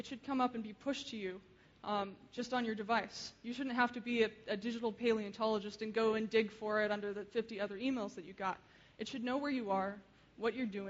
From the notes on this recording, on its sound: Keynote speech. Frontiers of Interaction 2011.